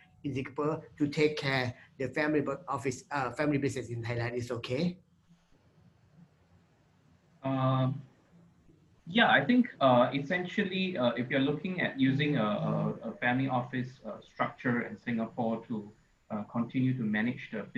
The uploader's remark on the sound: Webinar audio recording